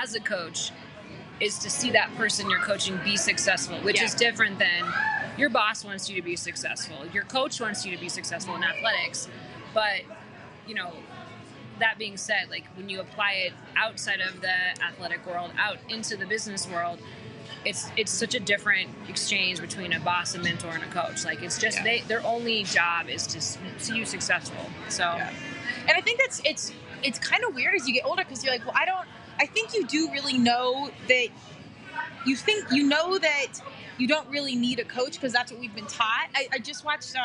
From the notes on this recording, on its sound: On this LIVE Club House conversation. Live in a coffee shop. Club House convo.